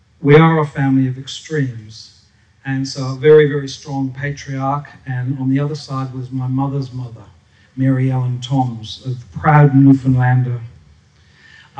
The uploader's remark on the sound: SPUN: True Stories Told in the Territory is a live storytelling event that showcases some of the extraordinary people and stories that make up the Northern Territory. Popping up at different venues across Darwin. Told at our event at Darwin Festival where the theme was HEART.